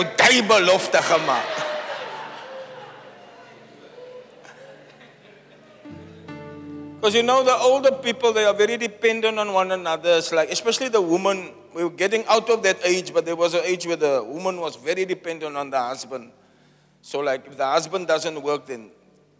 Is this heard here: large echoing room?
yes